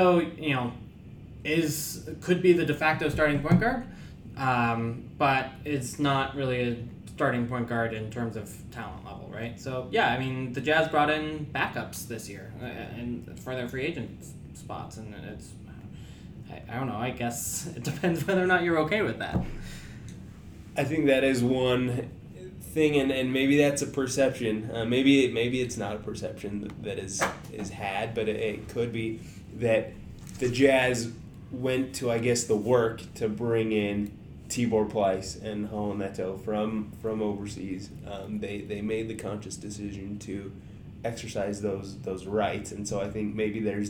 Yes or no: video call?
no